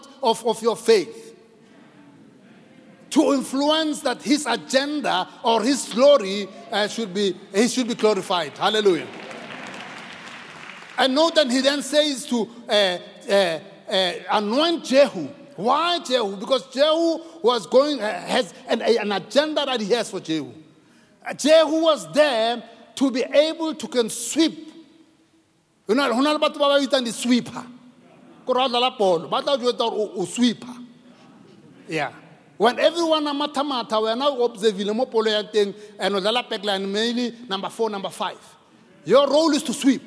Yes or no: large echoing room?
yes